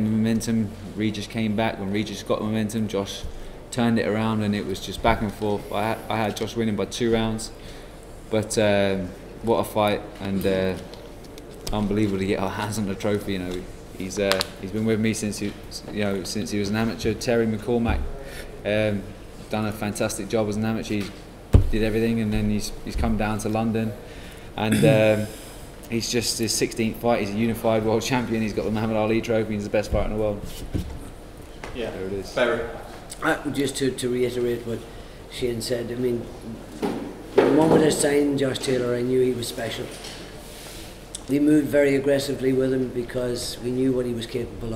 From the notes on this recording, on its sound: POST FIGHT PRESS CONFERENCE | Matchroom Boxing.